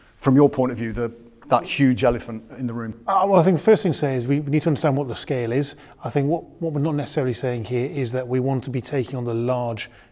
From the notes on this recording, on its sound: Then hear a live panel discussion. In front of a small studio audience.